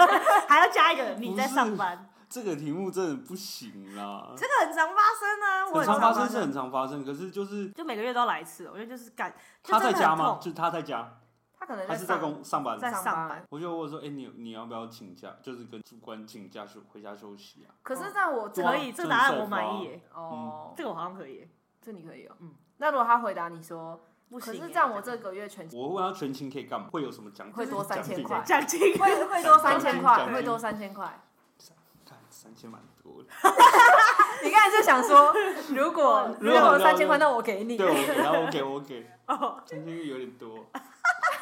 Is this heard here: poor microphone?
yes